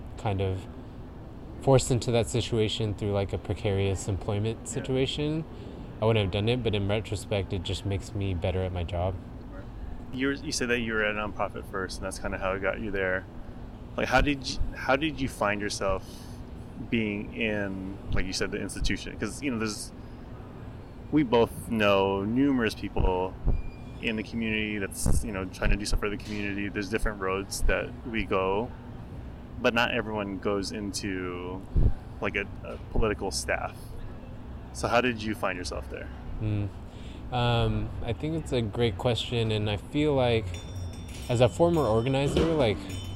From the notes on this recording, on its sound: We recorded outside on a slightly windy day so there is definitely background texture and sometimes annoying wind. Old Oakland represent though! We also had to cut about 11 minutes of our conversation due to the recording quality.